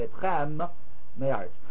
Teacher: After a mem word, you kind of force your lips open so that you don't slide right into another labial.